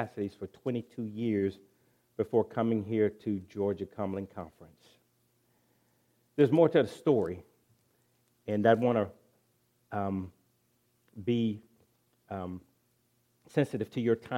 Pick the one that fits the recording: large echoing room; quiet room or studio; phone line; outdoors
large echoing room